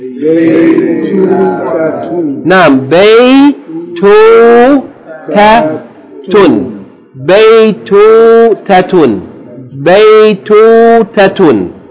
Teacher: It's a diphthong, then a long vowel, then a short vowel, and then a tanween. Four syllables.